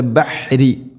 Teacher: റായിനെ തർഖീഖ് ചെയ്യണം, നേർപ്പിച്ചു കൊണ്ട് ഉച്ചരിക്കണം, ബഹ്രി എന്നല്ല.